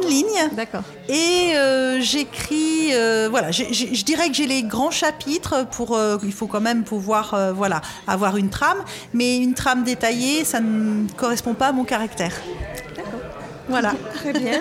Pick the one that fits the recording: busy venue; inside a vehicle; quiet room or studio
busy venue